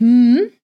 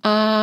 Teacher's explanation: A und hm, das sind unterschiedliche, sieht total unterschiedlich aus im Spiegel, ja? Beim hm sind die Lippen geschlossen, beim A sind sie sehr weit offen.